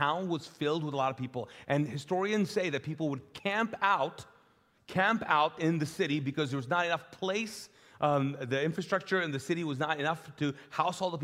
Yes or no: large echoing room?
yes